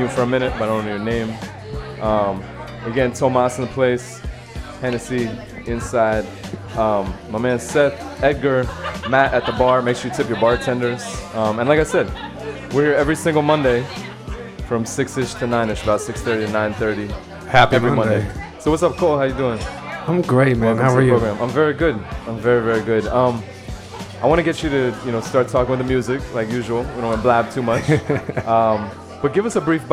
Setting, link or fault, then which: setting, busy venue